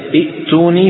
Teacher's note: نبدل همزة القطع الساكنة حرف مد مجانس لحركة همزة الوصل